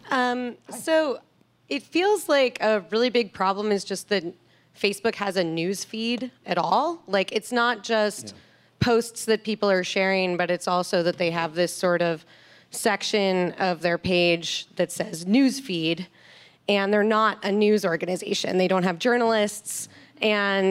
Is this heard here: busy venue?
yes